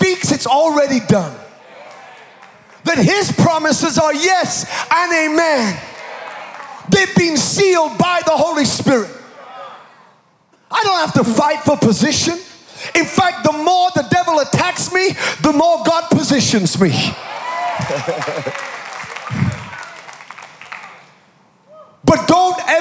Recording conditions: large echoing room